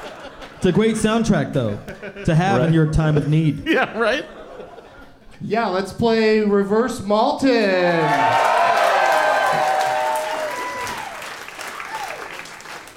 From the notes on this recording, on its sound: Live from the Hell Yes Fest in New Orleans